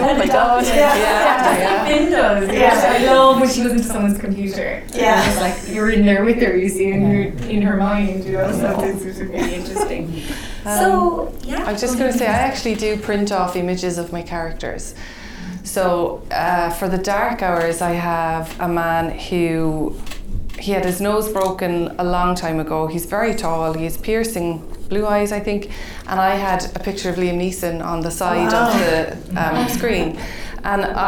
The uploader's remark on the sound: As part of Skibbereen Arts festival. Live literary event.